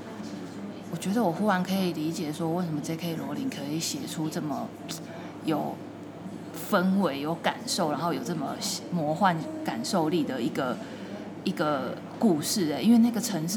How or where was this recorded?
busy venue